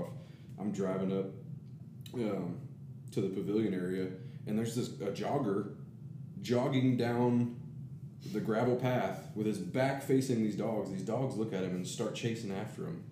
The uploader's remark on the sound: We are still working on our sound, this has been one big learning ball of amazing fun.